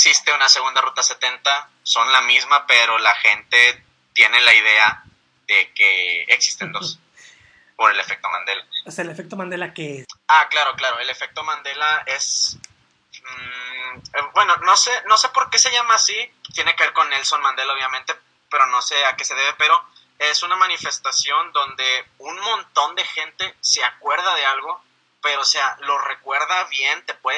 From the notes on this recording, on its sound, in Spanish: El audio que ven a la cabeza del texto es la llamada que tuve